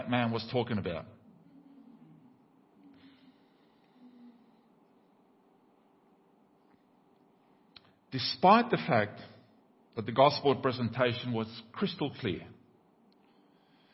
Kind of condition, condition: setting, large echoing room